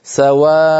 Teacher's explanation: الله يسلمك، كلتاهما تنتهيان بتنوين منصوب، كلتاهما تنتهيان بتنوين منصوب، فالتنوين المنصوب يوقف عليه بإبداله ألفا، فسوء مثلا كلمة سواء سواء، التنوين هذا نحوله إلى ألف بعد الهمزة